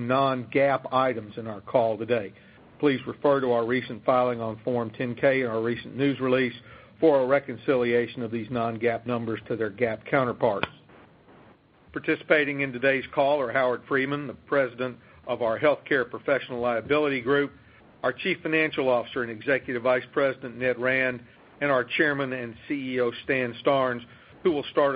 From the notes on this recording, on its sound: ProAssurance Earnings Conference Call